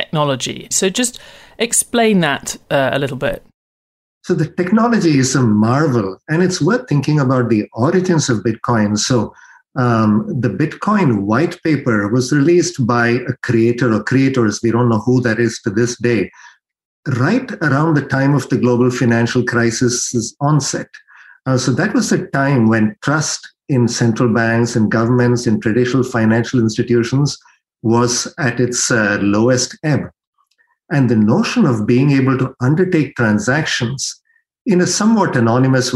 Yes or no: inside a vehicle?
no